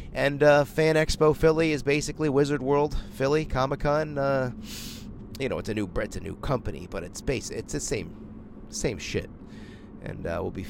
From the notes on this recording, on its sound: ON THE ROAD LIVE FROM MY JEEP! I’m broadcasting on the road! While driving!!